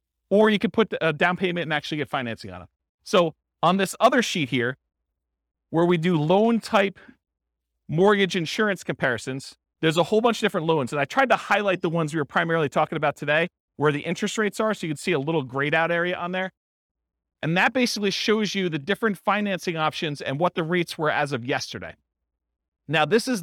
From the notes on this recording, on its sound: This was a live class recorded.